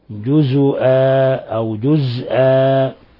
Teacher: إذا وقف على جزءا لحفص أو جزءا لشعبة فإنه يبدل التنوين ألفا مقدار حركتين